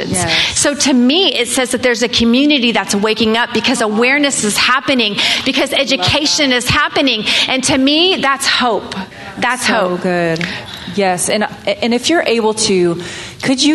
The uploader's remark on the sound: Live recordings at this year's RISE conference at the Mission Church in Vacaville, Ca. As part of the Breakthrough Sessions.